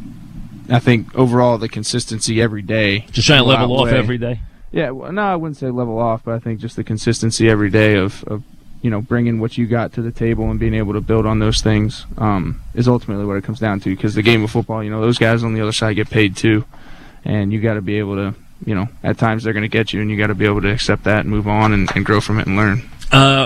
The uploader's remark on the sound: live from Jet camp